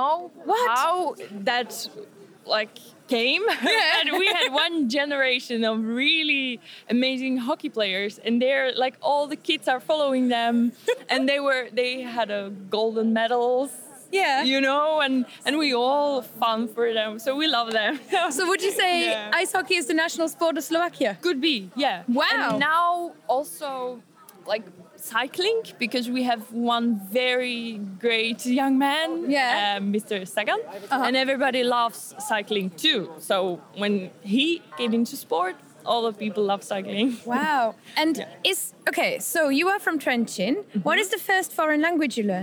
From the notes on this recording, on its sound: Live from the Polyglot Gathering 2017. The live clips are in, so you can experience the Polyglot Gathering in 2017 with the Creative Language Learning Podcast as we bring you interviews, impressions and fun from the conference floor.